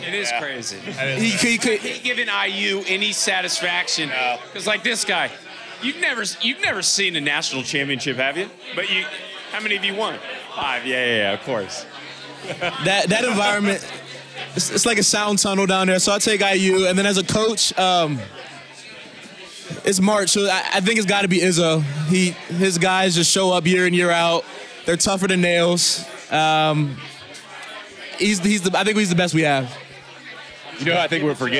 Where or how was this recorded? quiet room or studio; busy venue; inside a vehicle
busy venue